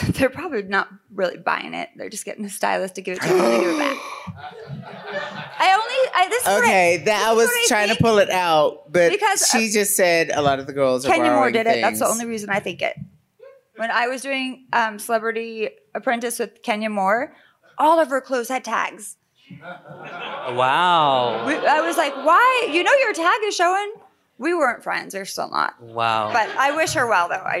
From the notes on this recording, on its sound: Live at RuPaul's DragCon 2019!!! Recorded in front of a live studio audience.